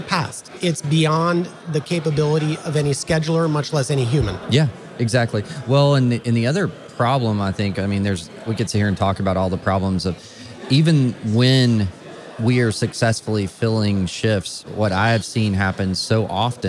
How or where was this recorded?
busy venue